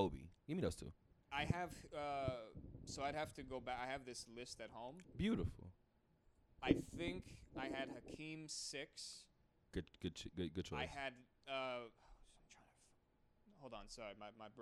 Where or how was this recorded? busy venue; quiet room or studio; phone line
busy venue